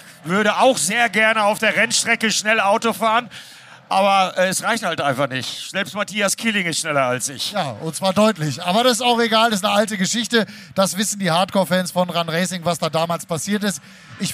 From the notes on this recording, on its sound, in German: Live aus Oschersleben. Zu viert sprechen sie live vor Publikum am Samstag in Oschersleben unmittelbar nach dem DTM Auftakt der Saison 2023.